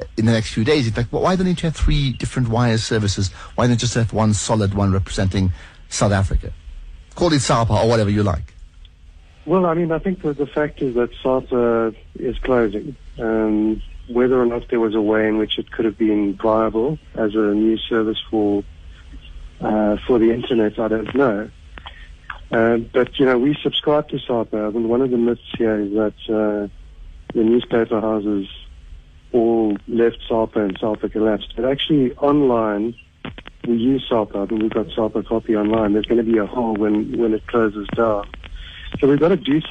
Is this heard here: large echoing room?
no